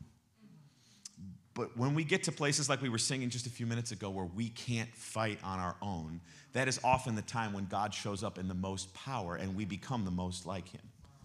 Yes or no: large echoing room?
yes